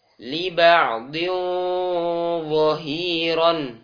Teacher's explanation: Tanwin atau nun sukun yang bertemu dengan huruf dha juga dibaca dengan tebal. Nah, ya, ikhfa-nya tebal.